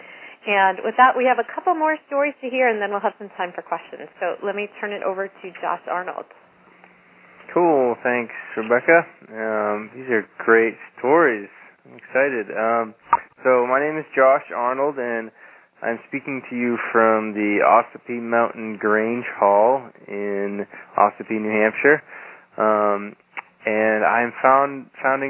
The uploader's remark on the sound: On this recording, you'll hear a fast-paced conference call.